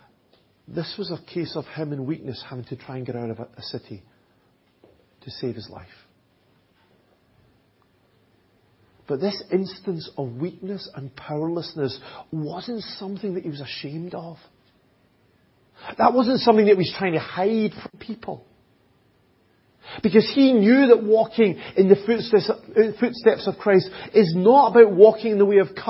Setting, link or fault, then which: setting, large echoing room